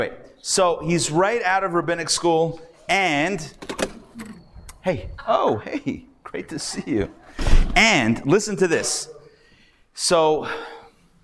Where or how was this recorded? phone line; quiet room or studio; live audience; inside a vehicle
live audience